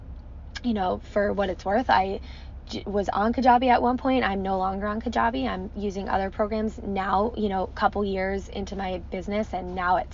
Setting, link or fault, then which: setting, inside a vehicle